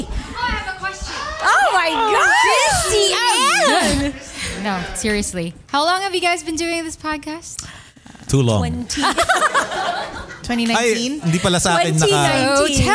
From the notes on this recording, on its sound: a live audience recording with a few of our closest friends